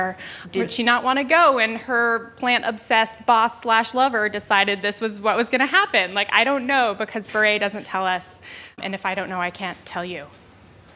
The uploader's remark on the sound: Told this story for a live audience at On Air Fest.